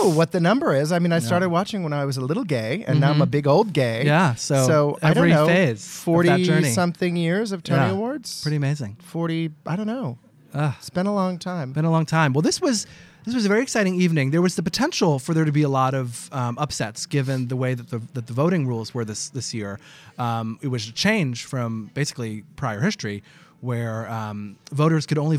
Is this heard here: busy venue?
yes